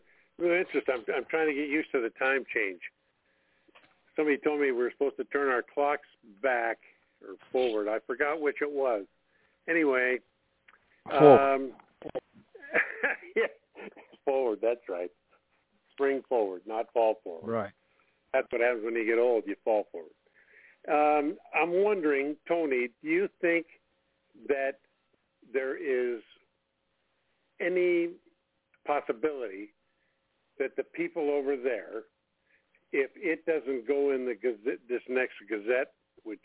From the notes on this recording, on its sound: TNTSuperfantastic Conference Call 2